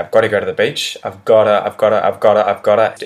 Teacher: So you'll notice that it can be the got to with the T, but when you really speed up, at least for me in Australian English, with my accent, the T becomes a D because it's just so much easier to pronounce when I'm speaking really quickly and it's harder to say that T sound.